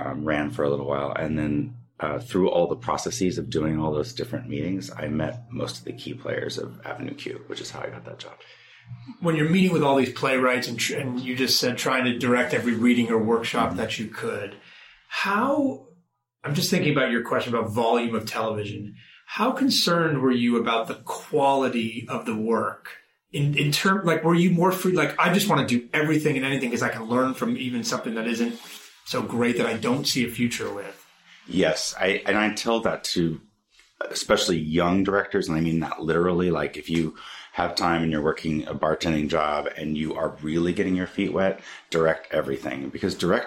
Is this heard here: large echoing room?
no